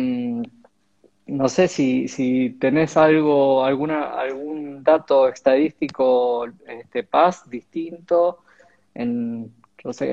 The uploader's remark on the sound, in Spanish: Audio de la charla en vivo por Instagram